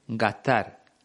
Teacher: La S que va en medio de la palabra no suena mucho. Ocurre lo mismo cuando dice gastar, en lugar de gastar.